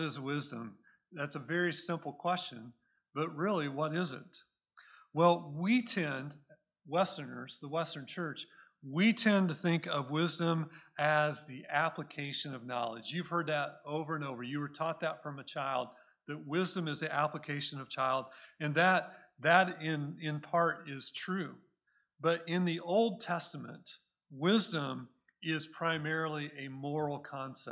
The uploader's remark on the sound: Recorded at Cornerstone Church in Mesa, AZ